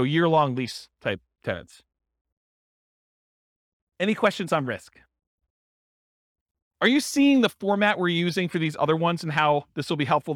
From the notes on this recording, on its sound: This was a live class recorded